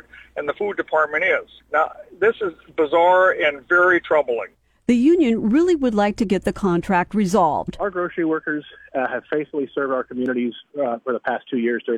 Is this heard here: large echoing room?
no